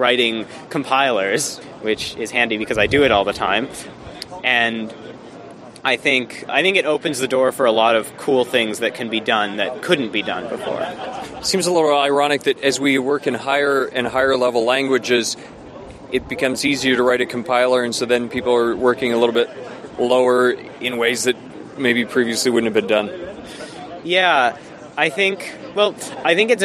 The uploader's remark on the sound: From the RubyFringe conference in Toronto.